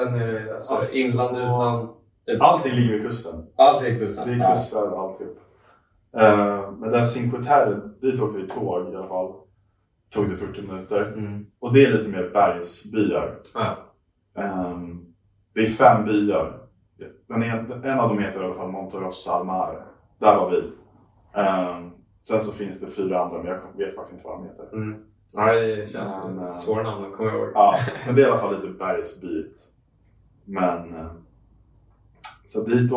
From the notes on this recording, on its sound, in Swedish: Om du undrar varför ljudet är lite kefft så är det för att vi misslyckades med att sätta på mickarna och därför blev tvungna att använda kamerans ljudupptagning istället.